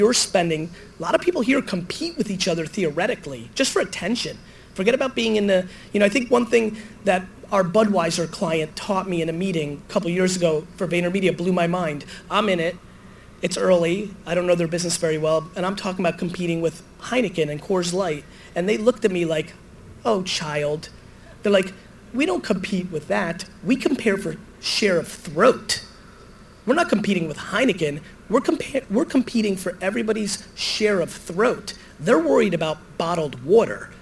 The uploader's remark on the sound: I was fired up for this opening keynote that I gave at VaynerExperience's first major event, Agent2021.